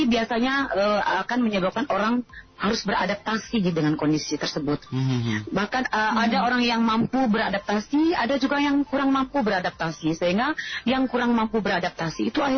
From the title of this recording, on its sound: Sahabat On the Phone